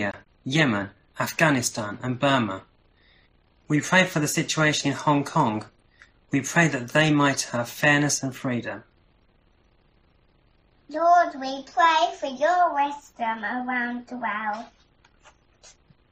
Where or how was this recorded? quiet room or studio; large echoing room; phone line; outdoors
large echoing room